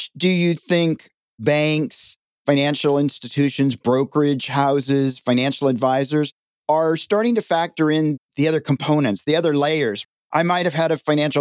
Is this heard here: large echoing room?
no